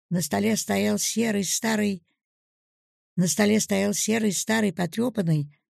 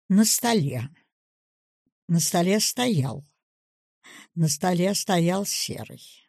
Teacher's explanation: Каждая цепочка произносится без пауз на одной ноте, не заканчиваясь на последнем слове, добиваясь эффекта развития. · Shown in: first take · И важно не окрашивать слова выразительностью, а нанизывать цепочкой на нить общения.